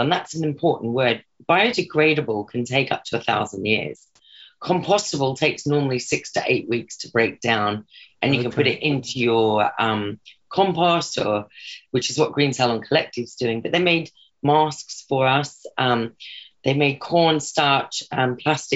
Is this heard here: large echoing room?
no